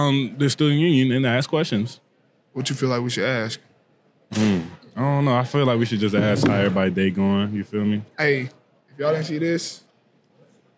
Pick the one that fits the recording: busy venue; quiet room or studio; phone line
busy venue